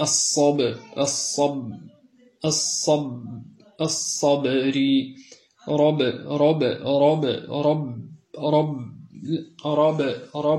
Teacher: ينحبس الصوت خلف الشفتين ثم ينطلق ويهتز الوتران الصوتيان عند النطق بالباء، عند النطق بالباء سواء كانت مشددة أو مقلقلة.